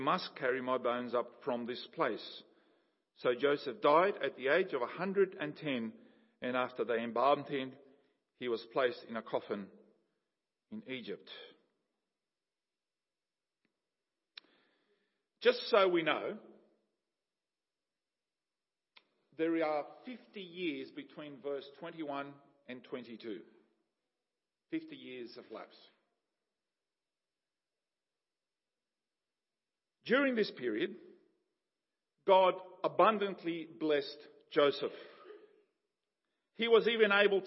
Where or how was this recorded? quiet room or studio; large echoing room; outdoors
large echoing room